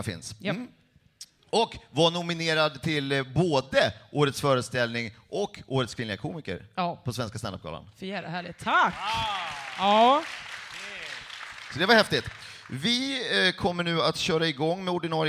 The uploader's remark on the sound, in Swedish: Livepodden från Lund Comedy Festival 2015 är här!